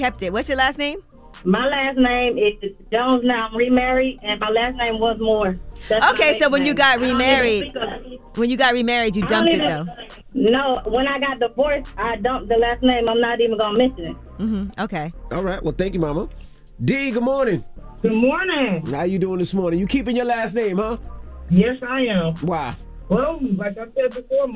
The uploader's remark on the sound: they opened up the phone lines